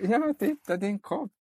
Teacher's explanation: Han går väldigt mycket högt upp i sin grundton. Så man märker att han pratar till ett barn. · Term: barnriktat prat